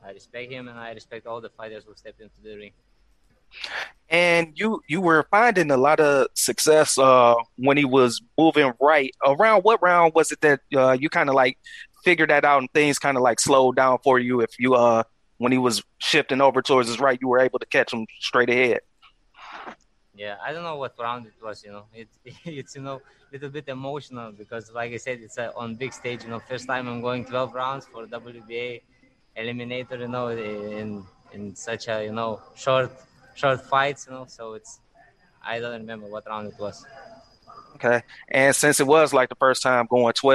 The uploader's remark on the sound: Post fight media conference